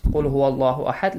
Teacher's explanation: It's only pronounced like with a bouncing sound, not a complete fatha. Okay. Half of fatha.